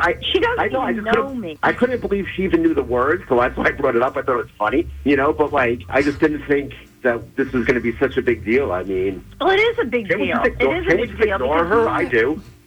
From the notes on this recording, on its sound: get her on the phone